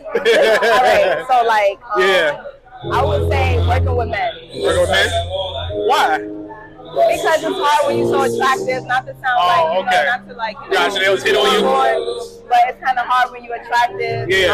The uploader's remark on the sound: … Concert Interview. Live at the … Ten Tape Concert.